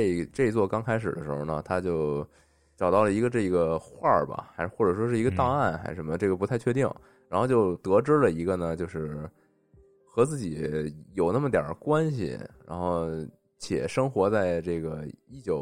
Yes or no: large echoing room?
no